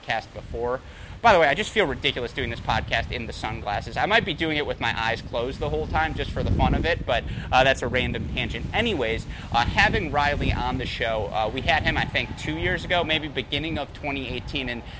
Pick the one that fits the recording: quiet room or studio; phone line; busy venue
busy venue